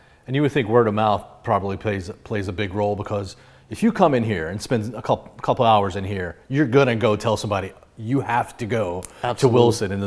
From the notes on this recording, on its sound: visits the North Carolina Baseball Museum in Wilson